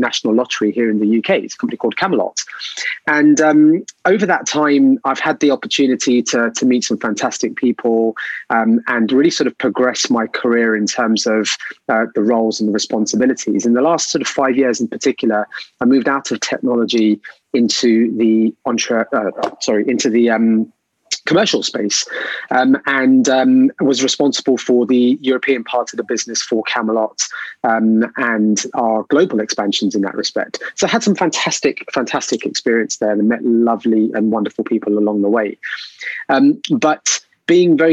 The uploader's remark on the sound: This episode was first recorded as a webinar in Jan 2021 and converted to a podcast.